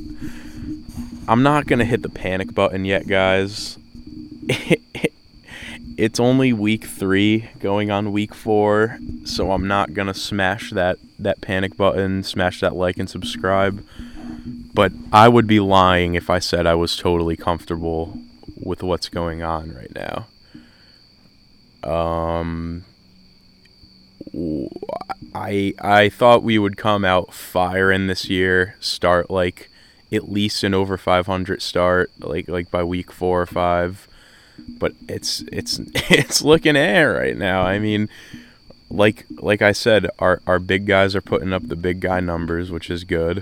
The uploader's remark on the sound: This Was Recorded Outside